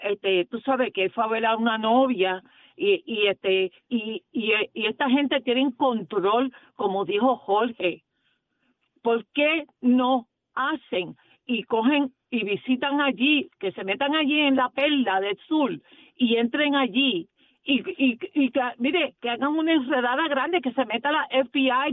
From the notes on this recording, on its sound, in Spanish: 93.7 Z 93 Puerto Rico. Abrimos las línea telefónicas de Z93.